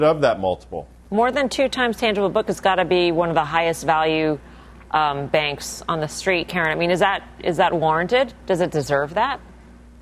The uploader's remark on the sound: We’re live from the Aspen Ideas Festival.